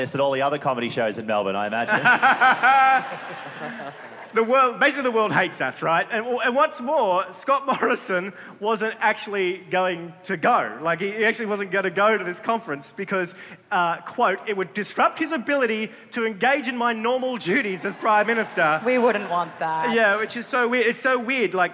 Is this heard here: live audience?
yes